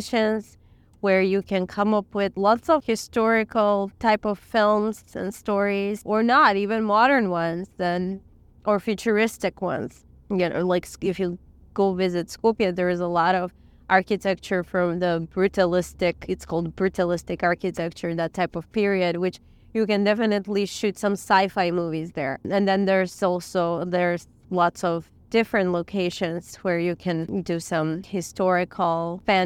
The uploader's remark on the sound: We recorded this episode while driving around Lake Ohrid in Macedonia.